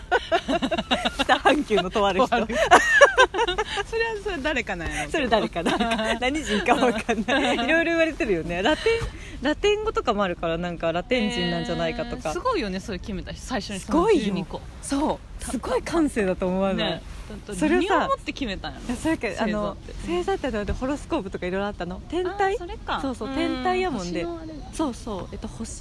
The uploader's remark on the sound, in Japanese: 俺たちの某森でピクニック収録。